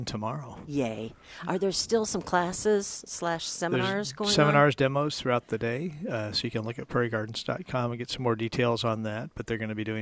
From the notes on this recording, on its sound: Plant Experts Live at Prairie Gardens.